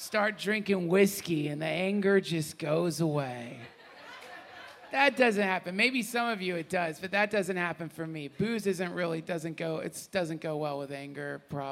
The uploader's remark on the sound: Live from the 2017 Spring on Maui Retreat